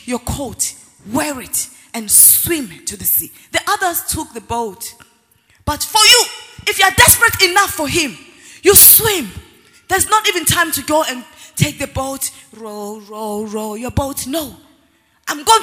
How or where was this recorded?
live audience